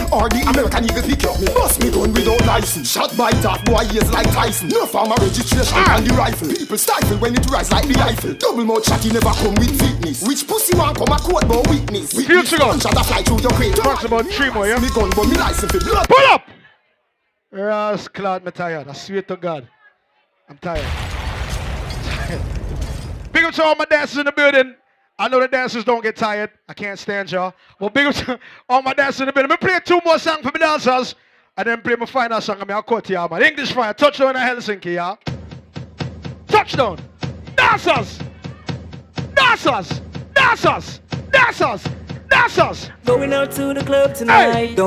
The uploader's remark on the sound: LIVE AUDIO AT DANCEHALL SATURDAZE IN HELSINKI, FINLAND.